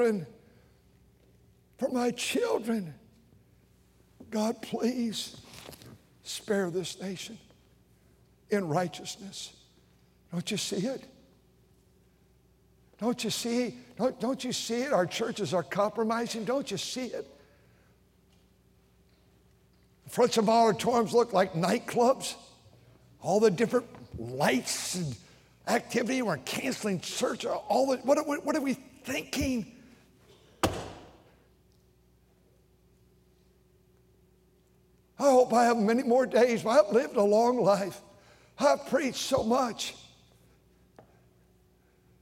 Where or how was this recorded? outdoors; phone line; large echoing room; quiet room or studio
large echoing room